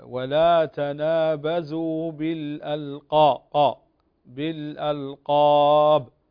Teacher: تفخم القاف في ولا تنابزوا بالألقاب، تستعلي باللسان وتفخم القاف